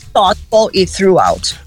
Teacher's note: você vai de novo soprar entre os dentes superiores, porém agora as suas cordas vocais não vão vibrar. Então, é um som não vozeado.